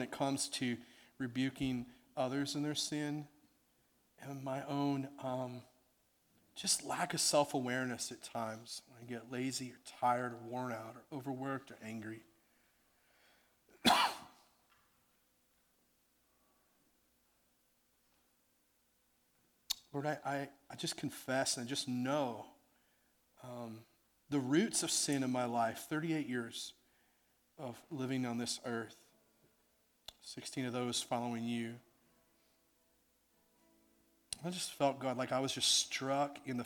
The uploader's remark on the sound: on June 5th, 2016 at The Well an Acts 29 and Converge Heartland Church in Hastings, NE.